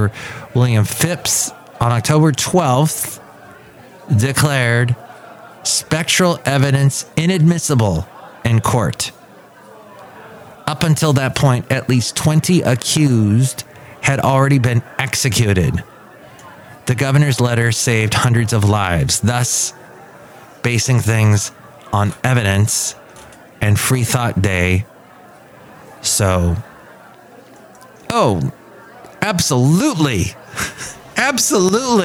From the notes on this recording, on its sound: podcasts live from Café Anyway